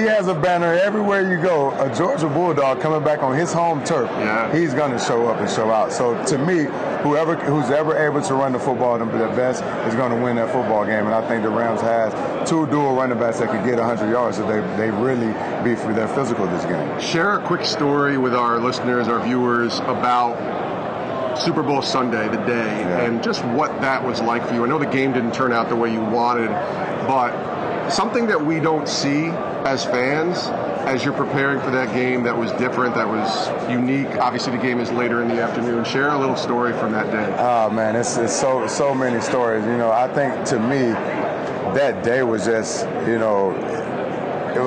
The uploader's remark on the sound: Live from Super Bowl LIII in Atlanta